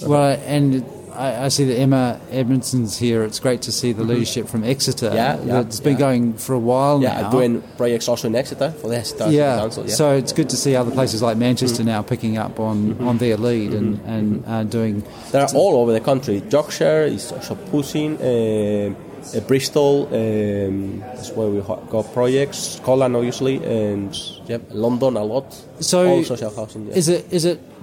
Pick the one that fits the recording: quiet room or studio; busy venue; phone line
busy venue